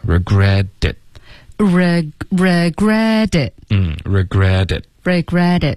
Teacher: 所以这个 regret 的这个特的音会浊化成一个的然后连到这个 it